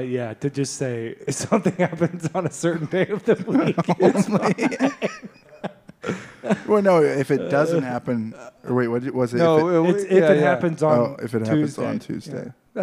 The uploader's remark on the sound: The last LIVE episode for a little while.